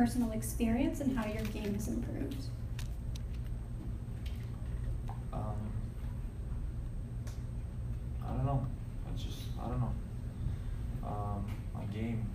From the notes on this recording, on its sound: Media Scrum Interview. After the Final of the RogersCup.